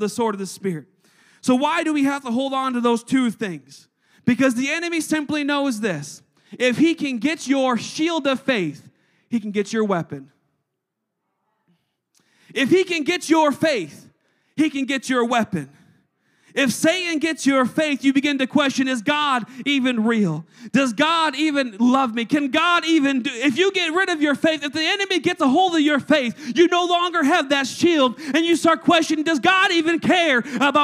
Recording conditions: large echoing room